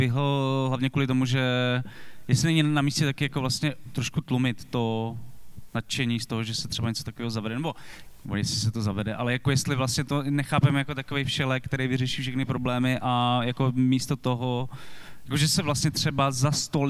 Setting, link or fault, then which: setting, busy venue